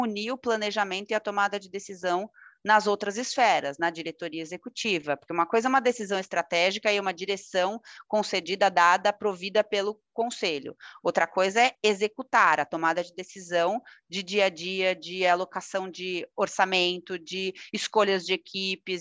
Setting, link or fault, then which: link, video call